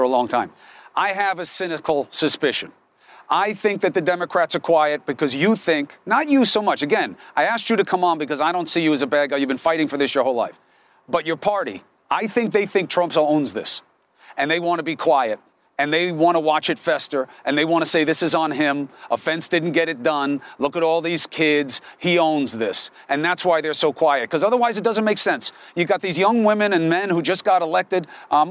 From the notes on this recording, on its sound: Live from the Southern Border. Speaks with border patrol agents, and migrants live from Hidalgo, TX.